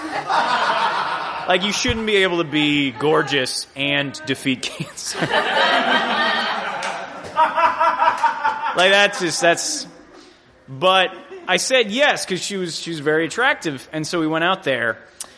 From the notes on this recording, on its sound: Here's the first ever festival show we did, from the Jangleheart Comedy Circus in 2013. Recorded in a venue lobby ("podcast stage").